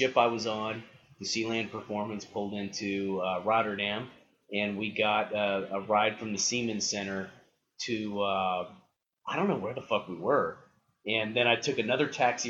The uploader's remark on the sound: I apologize for the sub par audio. I tried a new method of recording and it didn't go well.